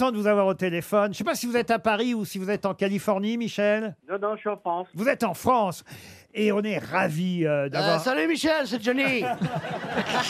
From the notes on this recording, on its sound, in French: Par téléphone.